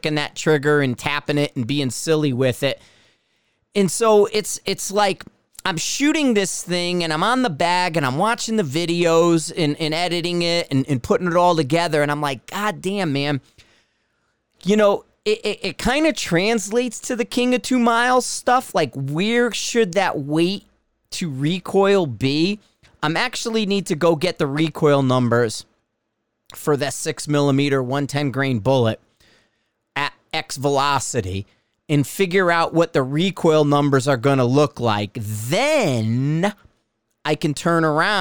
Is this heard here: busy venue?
no